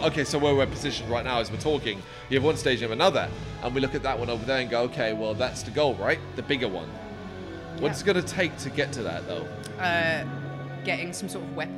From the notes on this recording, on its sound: Live From AoniaFest V. Live at the festival.